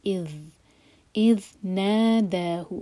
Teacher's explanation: تاکہ اس کا مخرج صحیح طریقے سے ادا ہو جائے، اور ہماری زبان اگین اوپر والے دانت پر ٹچ کرے گی اور تھوڑی سی ٹپ باہر ہوگی